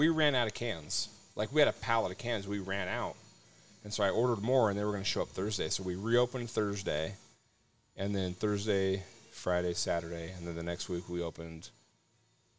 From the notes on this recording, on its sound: Had a great show on location at Humble Abode. 1620 E Houston Ave Suite 800, Spokane, WA 99217.